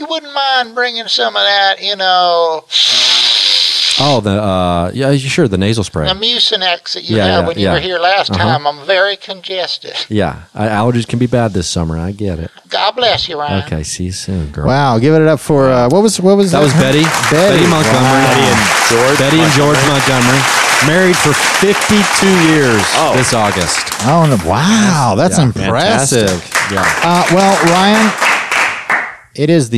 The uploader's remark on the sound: live studio audience